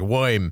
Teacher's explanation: And sometimes he's like, I'm not going to hit the R, so I'm going to make it kind of sound more New York-ish.